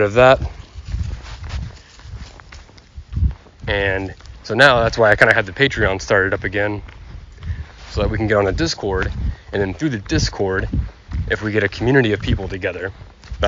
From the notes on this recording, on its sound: I go on a walk with my guest through nature to enjoy the fresh air and beauty of the outside world.